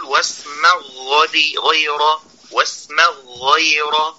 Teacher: السبب في ادغام العين في الهاء، وهذا من اللحن، هذا من اللحن، السبب في ذلك عند اللاحنين قرب مخرجهما، فمن لم يعتني بإظهارها، أعني العين، فمن لم يعتني بإظهارها وإخراجها من مخرجها أدغمها وهو لا يشعر. الخطأ الرابع الذي يتعلق بالعين إدغامها في الغين